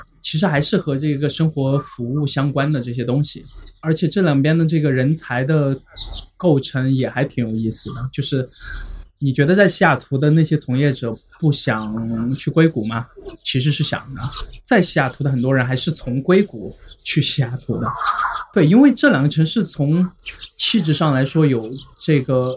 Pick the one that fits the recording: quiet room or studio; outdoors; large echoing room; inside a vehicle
outdoors